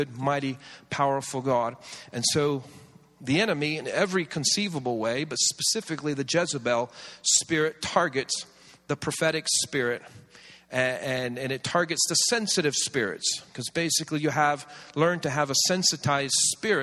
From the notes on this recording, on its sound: This series was recorded around 10 years ago at Daystar Atlanta.